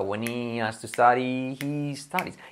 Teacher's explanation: Pero recuerda que te puedes comer la H